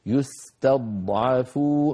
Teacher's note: فننتقل برشاقة من التاء المرققة إلى الضاد المفخمة من غير تكلف، يستضعفون، ونعود إلى عين مرققة، يستضعفون.